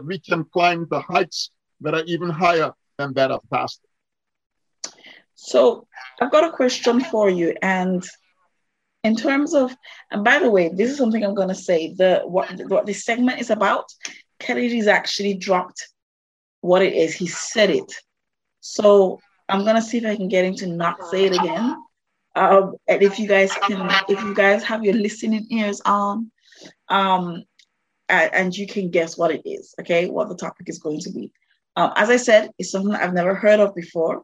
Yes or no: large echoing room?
no